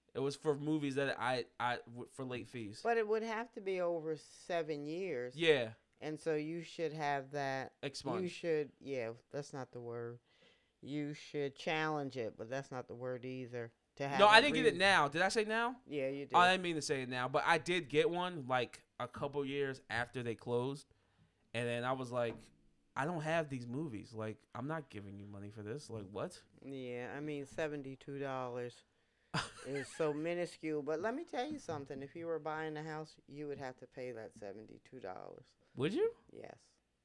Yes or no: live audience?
no